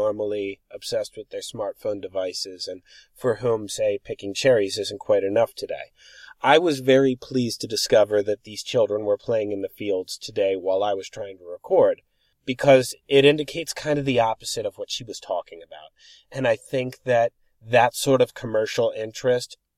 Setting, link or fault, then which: setting, outdoors